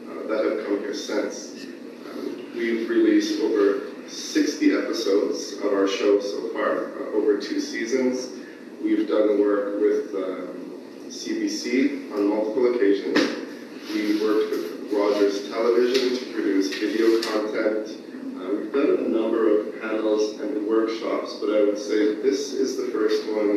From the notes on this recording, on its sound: On this weeks episode we are sharing a LIVE talk we gave at the Moncton Public Library.